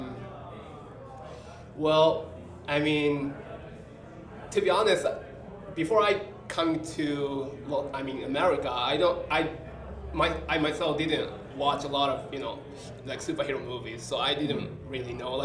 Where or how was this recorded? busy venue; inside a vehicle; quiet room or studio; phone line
busy venue